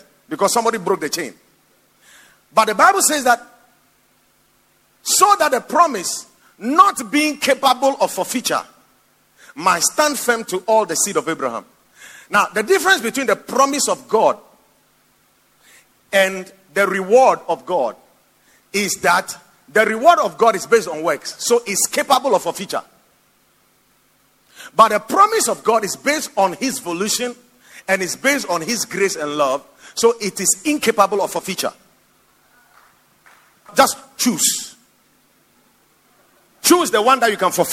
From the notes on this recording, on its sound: Preached at the Watered Garden Church